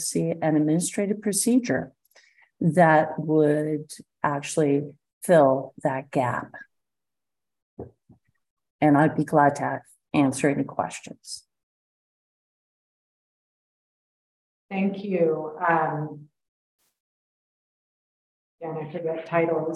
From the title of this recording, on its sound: originally on Zoom